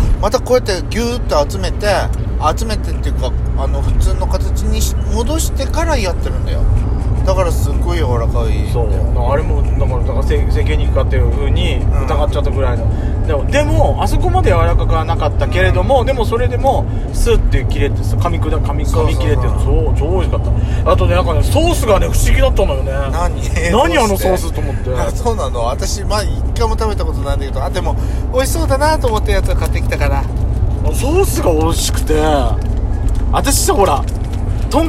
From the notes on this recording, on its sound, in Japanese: From Radiotalk。ドスドライブ収録。ロードノイズゴメンね。